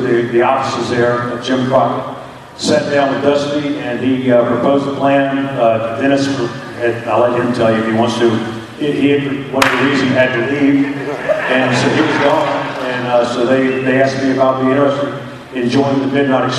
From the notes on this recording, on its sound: we play the full audio from the VIP Meet & Greet from the Crockett Cup forum